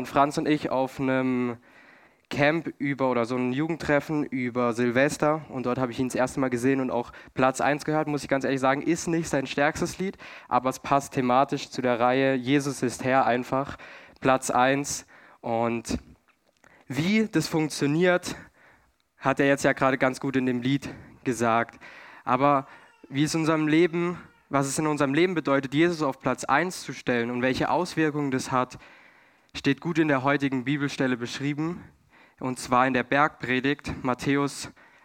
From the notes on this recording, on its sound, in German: 2022 in der Gemeinde Kaleo Schopfheim aufgenommen.